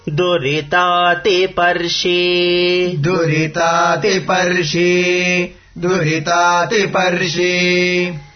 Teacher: The ta is not up. The ti is up. · Term: intonation